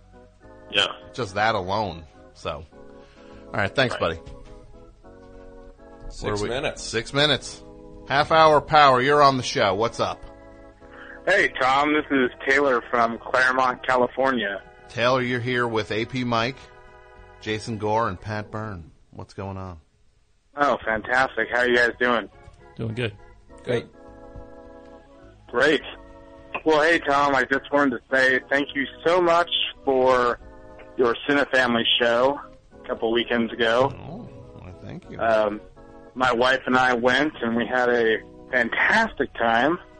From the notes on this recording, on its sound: The Half Hour Of Power is the bi-weekly overtime show for The Best Show. Completely unscreened phone calls moving at a rapid fire pace!